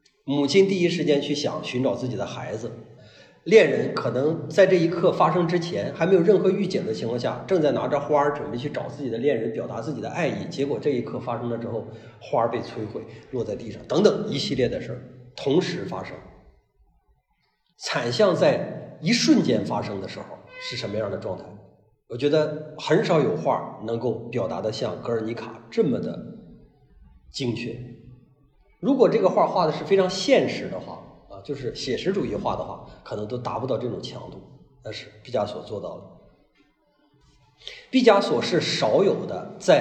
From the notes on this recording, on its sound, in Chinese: 讲座录音。